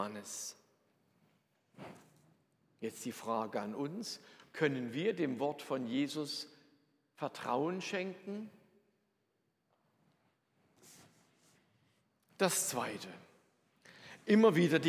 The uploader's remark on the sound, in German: Predigt aus der Lutherkirche Plauen